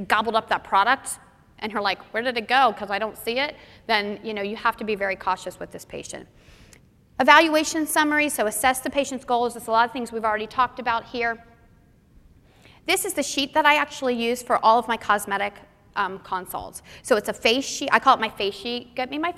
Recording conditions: live audience